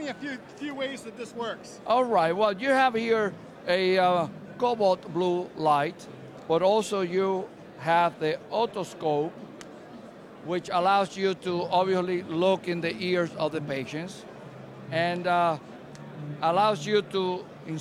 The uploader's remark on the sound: at CES 2016 in the Eureka Park startup area of the international consumer electronics conference